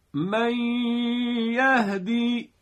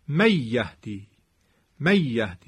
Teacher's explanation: اگر فرض کنیم بدون غنه میخواستیم بگیم میشد می یهدی، می یهدی. میبینید نون دیگه صداش توی خیشوم نمیره، صدا دهانی معمولیه و یه تشدید معمولی هم هست که کشش پیدا نمیکنه · Shown in: second take · می یهدی. اما میگیم نه، مع الغنه است.